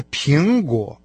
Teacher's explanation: В данном слове первый компонент названия этого фрукта со вторым тоном, а второй компонент с третьим тоном обозначает фрукт вообще.